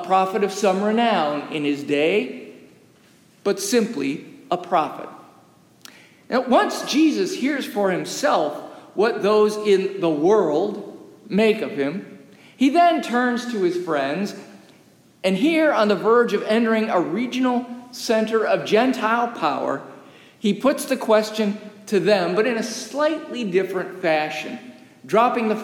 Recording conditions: large echoing room